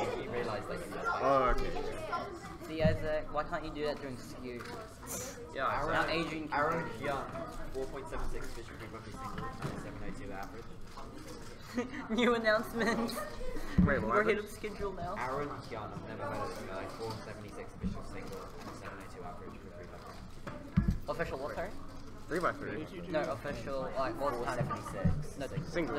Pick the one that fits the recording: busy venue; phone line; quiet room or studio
busy venue